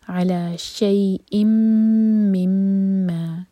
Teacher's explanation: دونوں میم شدہ پر غنہ کیا جائے گا